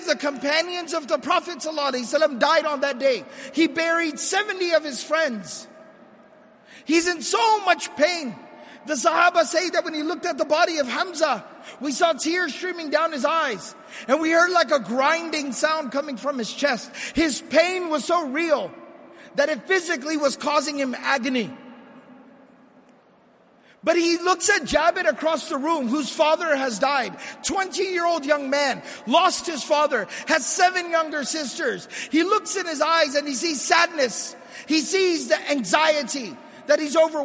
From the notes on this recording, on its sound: This lecture was delivered at the 15th MAS-ICNA Annual Convention.